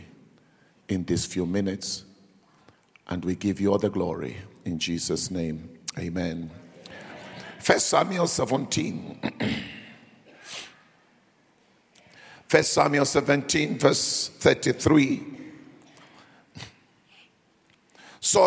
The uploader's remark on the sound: preached at the last day of our Annual Home Coming Conference, Word Explosion 2023, hosted at Grace Bible Church Pimville on the 08th of October 2023